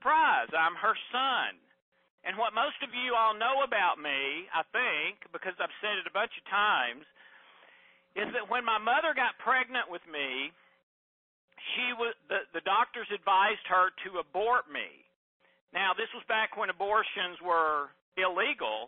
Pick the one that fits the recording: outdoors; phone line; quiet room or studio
phone line